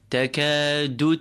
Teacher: The only cleanly long vowel is that of the alif in the word takadu.